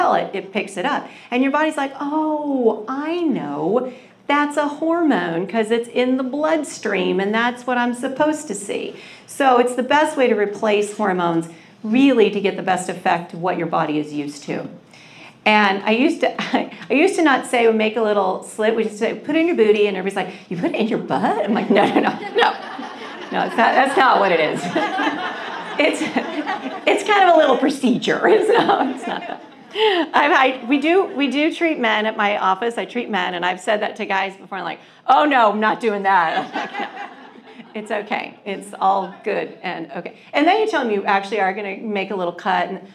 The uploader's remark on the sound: a recording of a live presentation I did here in the Phoenix area